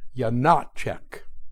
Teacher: place an accent on the middle syllable, Janáček. Step 2, place an accent as well on the first syllable, Janáček, and say it quickly.